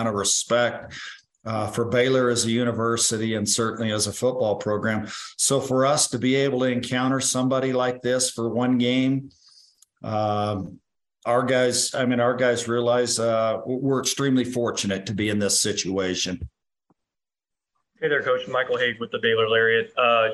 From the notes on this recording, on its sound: Zoom Call 12-12-2022.